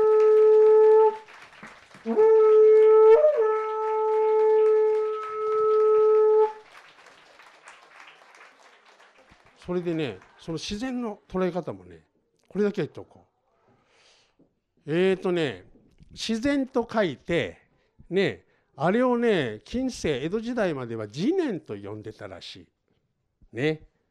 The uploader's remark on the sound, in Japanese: 本物の山伏によるトークイベントの模様をお届けします。山形県出羽三山・羽黒山。